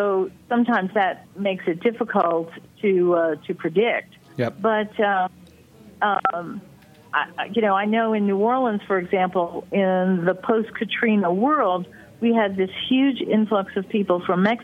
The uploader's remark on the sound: by phone